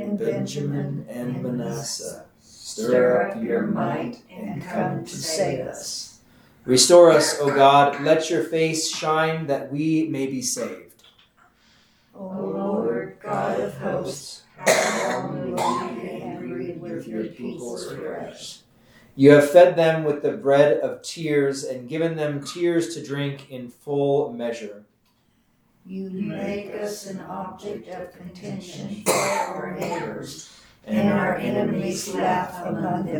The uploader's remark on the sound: This is the audio from the 10am class we hold on Wednesdays.